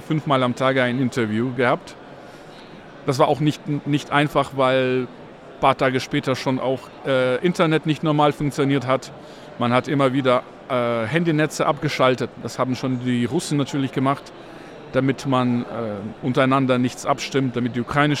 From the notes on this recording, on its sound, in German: live auf der Agritechnica